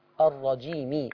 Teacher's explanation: الوصل يعني تجيبي لي حركة الميم تكسريها